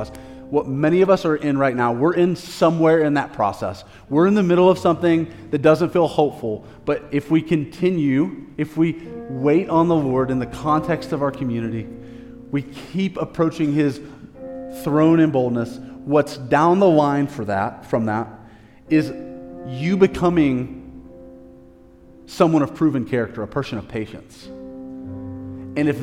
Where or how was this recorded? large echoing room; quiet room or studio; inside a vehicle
large echoing room